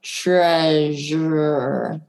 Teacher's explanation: Or if you look at the word treasure, with the word treasure, you have both help from the beginning sound before the R and the sound right after the R, because you have those palatal sounds to help with the R sound. So you're saying, sure, you're up there on the palate, palate, treasure.